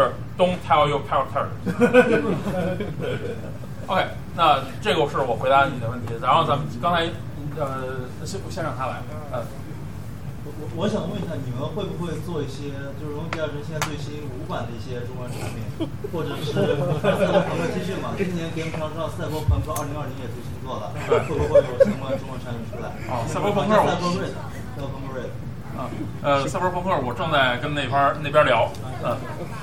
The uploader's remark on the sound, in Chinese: 本期节目是当时的现场录音